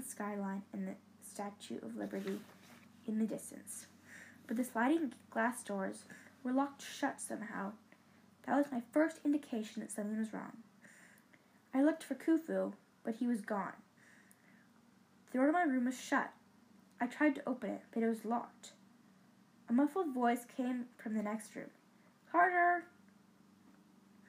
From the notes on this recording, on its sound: Sorry for the background noise.